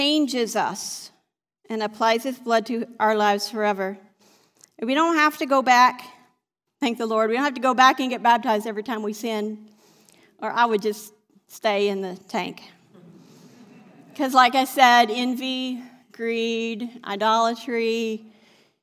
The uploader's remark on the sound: This sermon was recorded live on November 28th, 2021, at Newark United Pentecostal Church